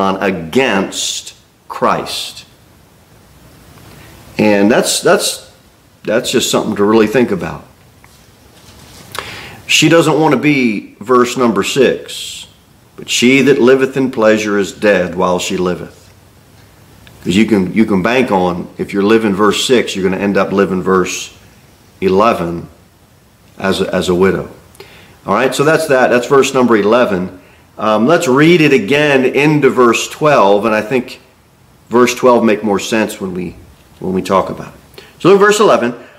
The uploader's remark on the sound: Sermon delivered at Pilgrim Baptist Church.